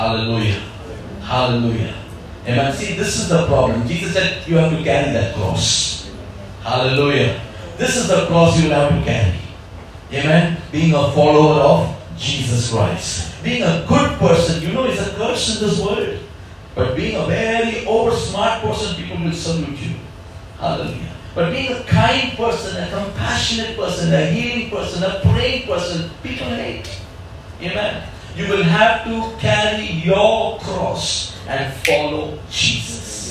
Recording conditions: large echoing room